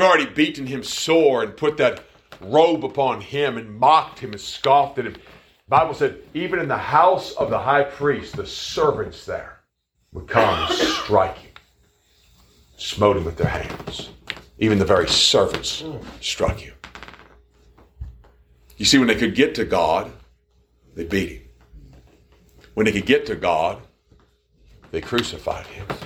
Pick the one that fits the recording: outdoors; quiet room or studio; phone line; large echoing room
large echoing room